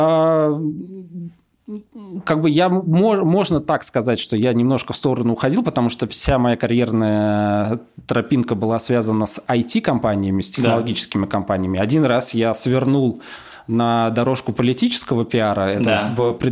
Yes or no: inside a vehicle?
no